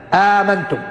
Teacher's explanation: أولا عندنا حفص يقرأها بهمزة بإسقاط الهمزة الأولى وتحقيق الهمزة الثانية بعدها ألف. آمنتم في المواضع الثلاث.